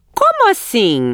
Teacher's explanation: Brazilians really raise their voice high. · Term: intonation